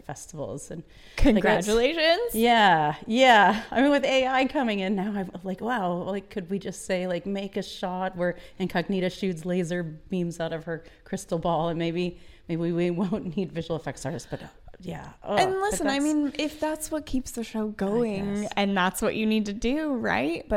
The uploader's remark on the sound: We Make Movies Intl Film Festival LIVE. We are live, on-location at the Broadwater for We Make Movies International Film Festival.